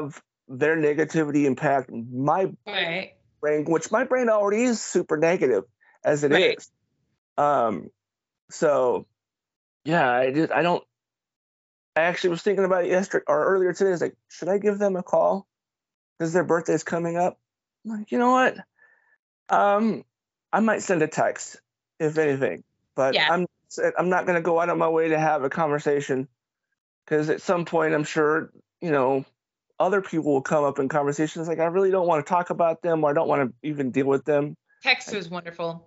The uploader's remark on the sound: skype call turned into podcast episode